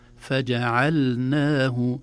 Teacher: فجعلناه إذا نحترز ونحتاط ونخلص اللام من النون بسبب التجاور · Term: اللام الساكنة قبل النون